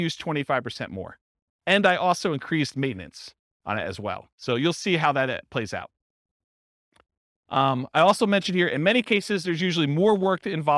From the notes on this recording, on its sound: This was a live class recorded